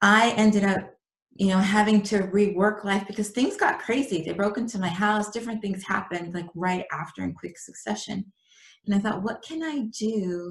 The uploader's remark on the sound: interview via ZOOM.